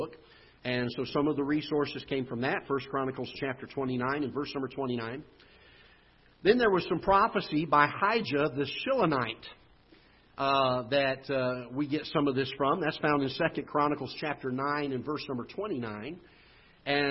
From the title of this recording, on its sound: Ketha Heights Baptist Church ~ Live Broadcast